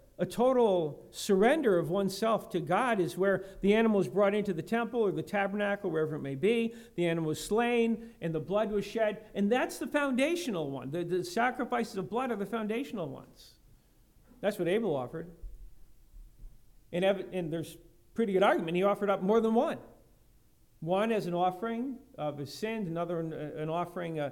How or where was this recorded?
large echoing room